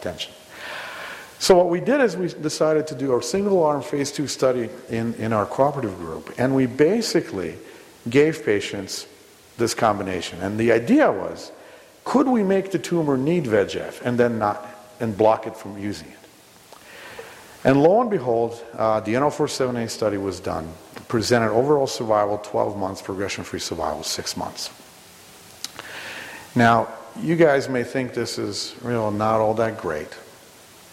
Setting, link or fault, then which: setting, live audience